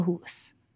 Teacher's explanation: you can still hear the old oo as a relic feature in parts of the northern British Isles, where house is still a hoose.